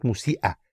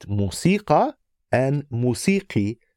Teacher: Musika, meaning music, is one of a few words where even in Egyptian spoken, you don't lose the ka sound. · Shown in: second take